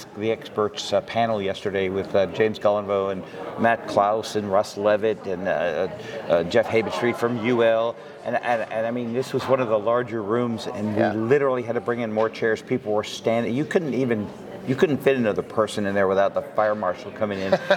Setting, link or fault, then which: setting, busy venue